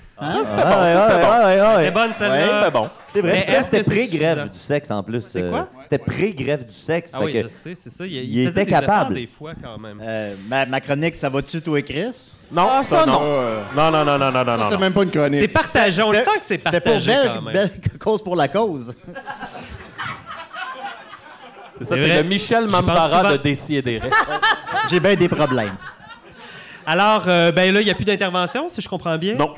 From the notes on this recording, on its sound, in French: Live au O Patro Vys. Cet épisode spécial enregistré au chic O Patro Vys!